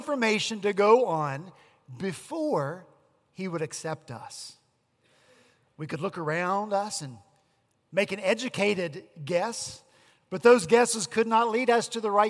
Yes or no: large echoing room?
yes